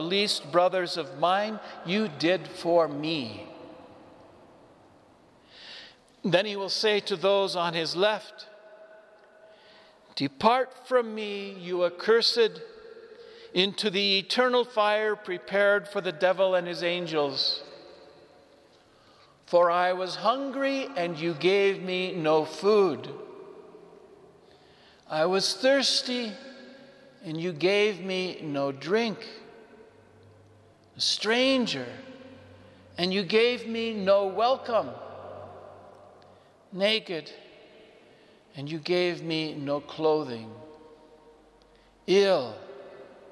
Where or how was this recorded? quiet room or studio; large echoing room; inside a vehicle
large echoing room